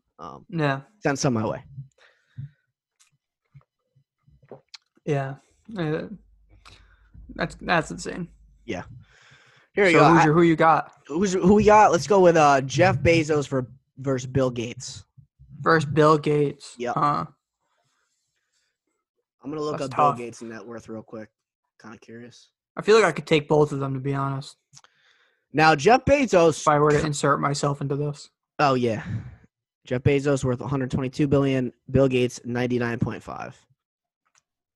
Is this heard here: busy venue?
no